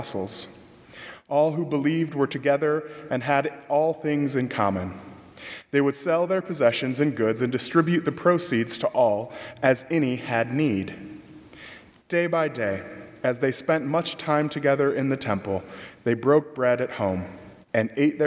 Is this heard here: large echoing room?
yes